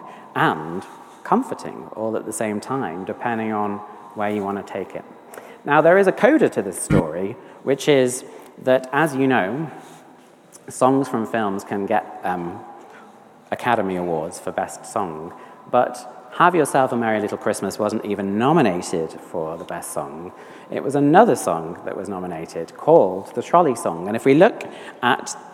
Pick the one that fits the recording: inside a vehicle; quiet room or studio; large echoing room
large echoing room